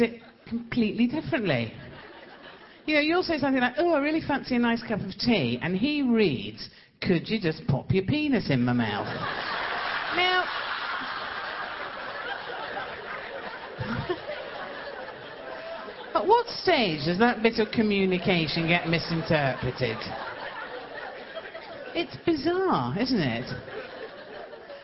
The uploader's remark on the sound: Recorded on tour